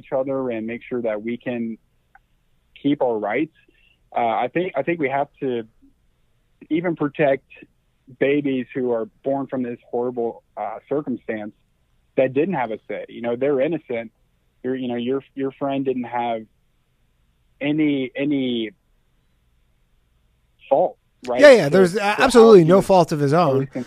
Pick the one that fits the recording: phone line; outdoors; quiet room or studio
phone line